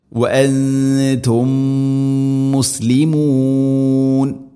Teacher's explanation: സുക്കൂനുള്ള മീമിനെ അടുത്ത മീമിലേക്ക് ഇദ്ഗാം ചെയ്തു, അഥവാ കൂട്ടിലയിപ്പിച്ച് മണിച്ചുകൊണ്ട് ഉച്ചരിക്കണം. · Term: ഇദ്ഗാം മുതമാസിലിൻ